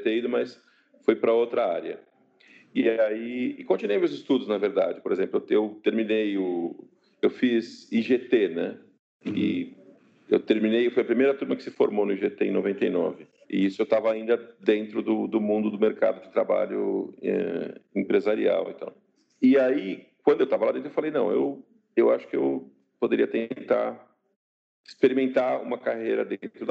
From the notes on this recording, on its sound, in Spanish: Entrevista realizada por Skype